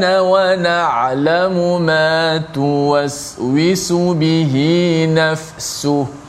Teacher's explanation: berangin hamas huruf sin tersebut ditambah lagi satu sifat disebut sebagai sifat safir yang menyerupai suara binatang hamburan suara tu daripada hujung lidah tu dikeluar suara huruf sin